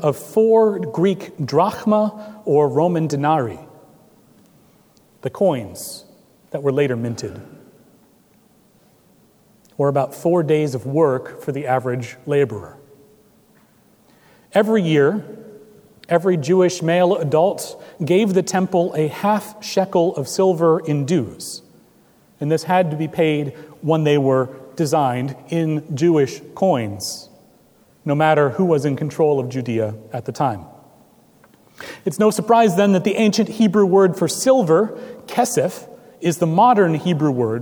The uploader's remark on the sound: at Trinity Presbyterian Church in Bixby, Okla.